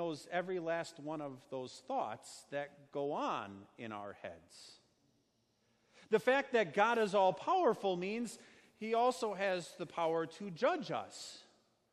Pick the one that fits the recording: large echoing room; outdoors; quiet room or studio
large echoing room